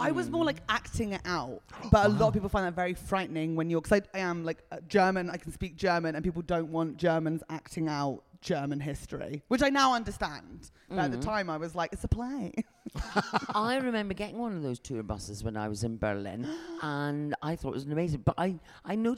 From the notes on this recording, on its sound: We're back with some of the Edinburgh Fringe live shows. This hour-long recording of their podcast.